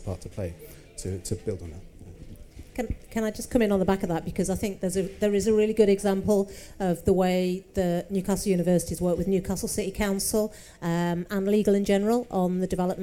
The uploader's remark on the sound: recorded live at MIPIM in Cannes